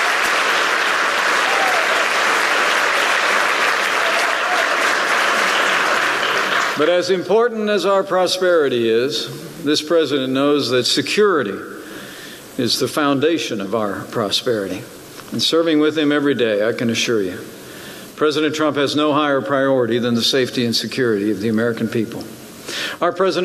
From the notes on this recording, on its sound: Remarks at National Conservative Student Conference